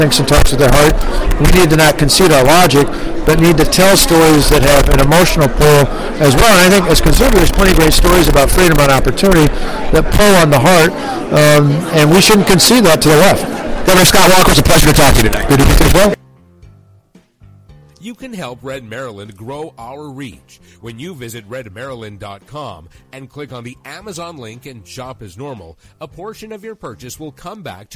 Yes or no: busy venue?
yes